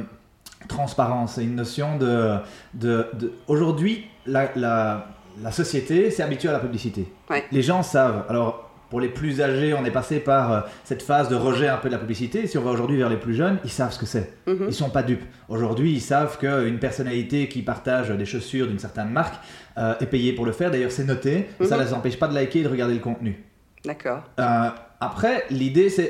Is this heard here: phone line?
no